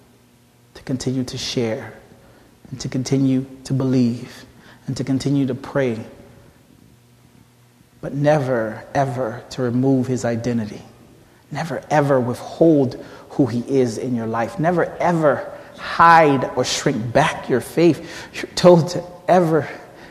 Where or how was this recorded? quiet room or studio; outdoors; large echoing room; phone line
large echoing room